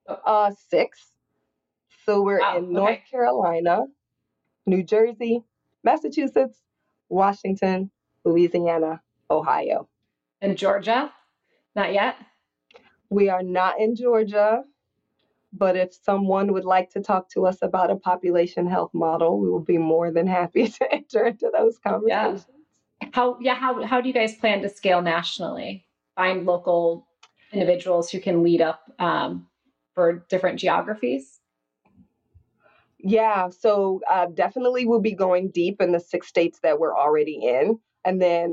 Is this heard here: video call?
yes